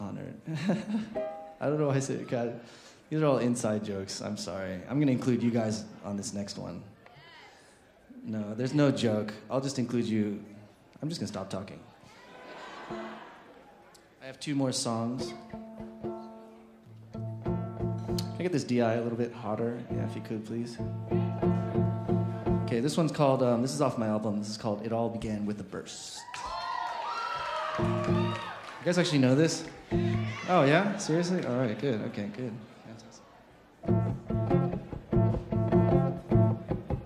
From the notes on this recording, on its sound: live in concert at the 9:30 Club in Washington D